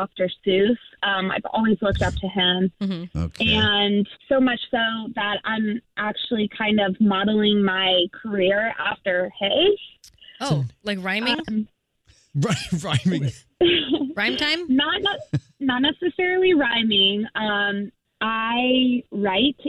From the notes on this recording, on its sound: Phone interview.